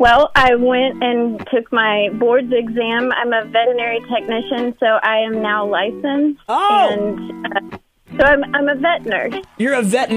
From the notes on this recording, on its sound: Joins the MY-101.5 morning show by phone.